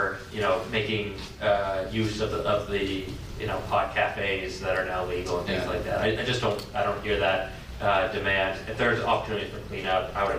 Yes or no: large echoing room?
yes